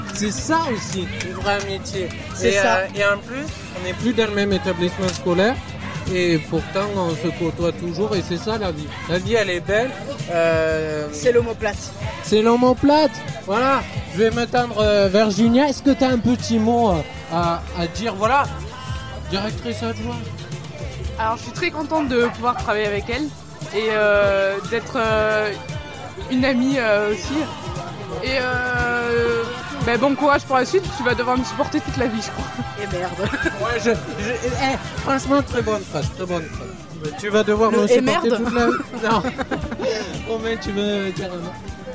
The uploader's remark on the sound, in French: en direct de "Jeunesse en fête"